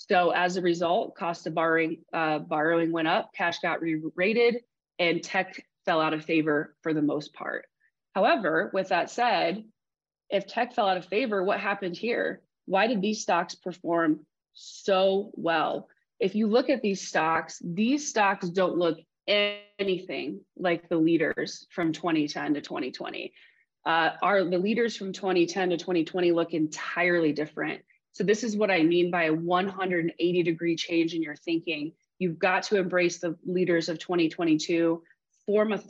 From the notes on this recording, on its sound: This special episode is an excerpt from the full webinar.